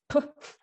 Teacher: Ja, also es gibt Konsonanten, da wird der Luftstrom ganz gestoppt und dann plötzlich wird er sozusagen wieder losgelassen. Das sind dann sogenannte Plosive.